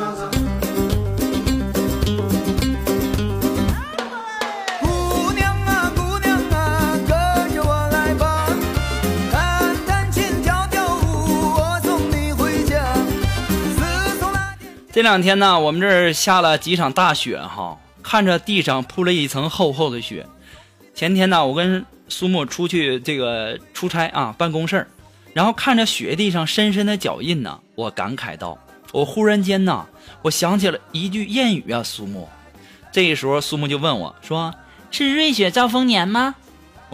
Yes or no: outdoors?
no